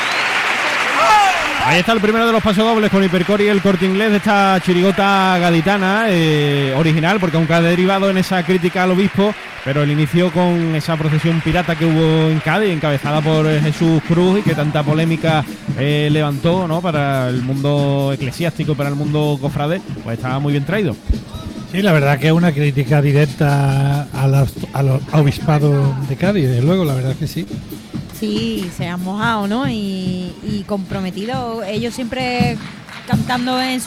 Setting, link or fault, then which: setting, live audience